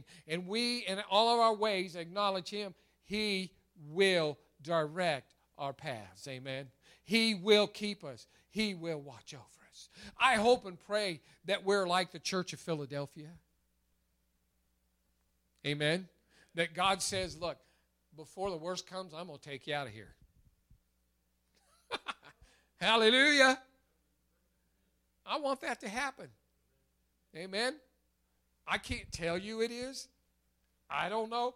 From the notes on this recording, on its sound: recorded March 28, 2021 at Open Bible Church in Lawrenceburg, KY.